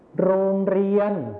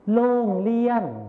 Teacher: ในภาษาไทยมาตรฐานเราก็จะใช้รอเรือนั่นเองส่วนในภาษาถิ่นอีสานเราจะใช้เสียงลอลิงนั่นเองครับ